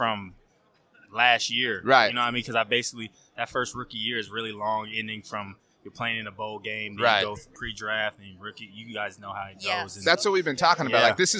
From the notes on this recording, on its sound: on Super Bowl Radio Row